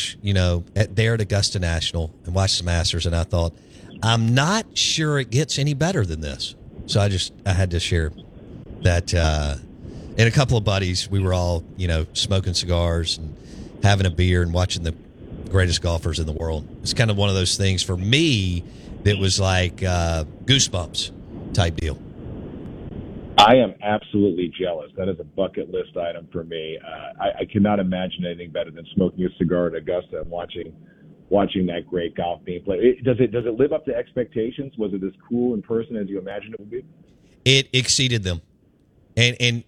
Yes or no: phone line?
yes